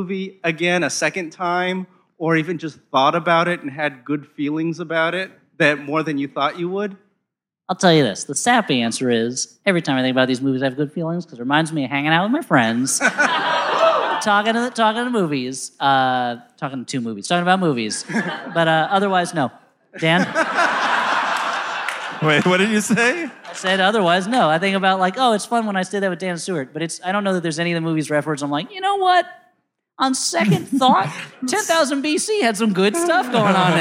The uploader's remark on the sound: Live at the Regent Theater in downtown L. Rings LIVE! Live at the Regent Theater in downtown L.A.